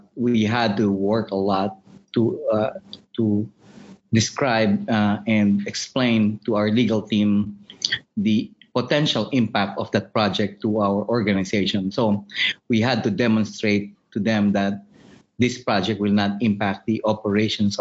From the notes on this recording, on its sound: The webinar concluded with a Q&amp;A session with all three speakers.